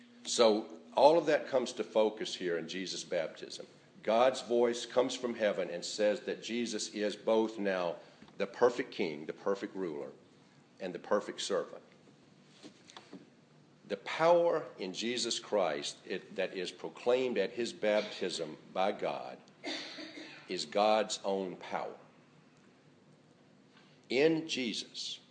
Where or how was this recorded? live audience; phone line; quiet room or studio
live audience